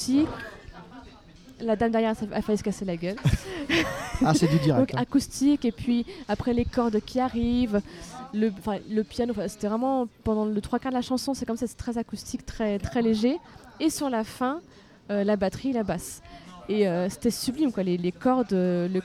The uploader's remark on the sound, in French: Bienvenue dans cet épisode particulier enregistré sur un trottoir et dans un "restaurant".